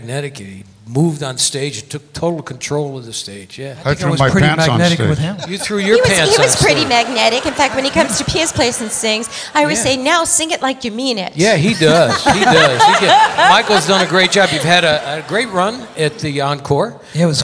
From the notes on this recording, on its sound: Live at the South Point Casino